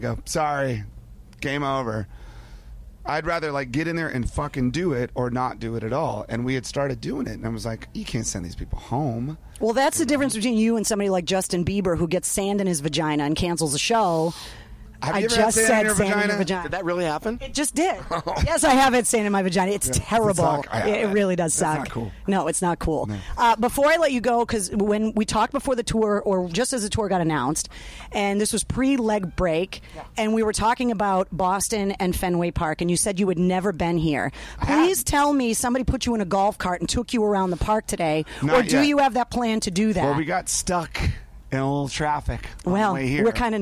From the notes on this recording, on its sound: from backstage at Fenway Park in Boston in the summer of 2015